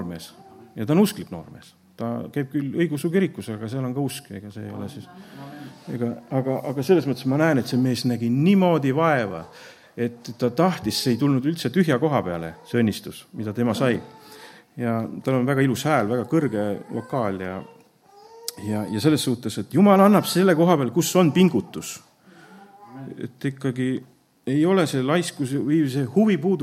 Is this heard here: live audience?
yes